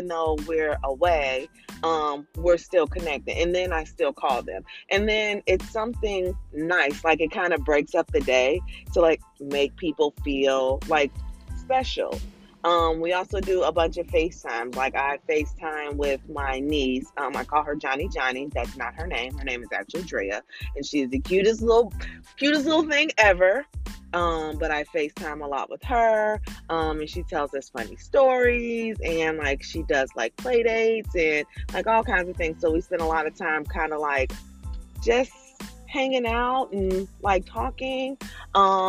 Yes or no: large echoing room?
no